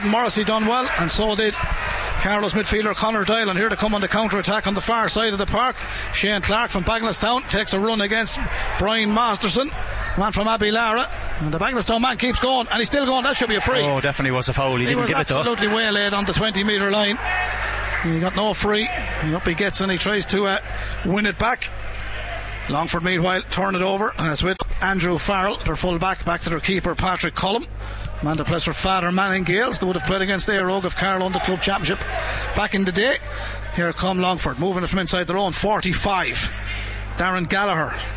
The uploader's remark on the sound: We were in the stands in Laois Hire O'Moore Park, Portlaoise. Live on air, online, and in the KCLR app.